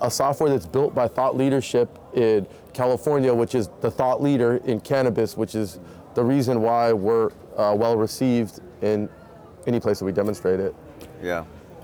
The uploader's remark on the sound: Live from New West Summit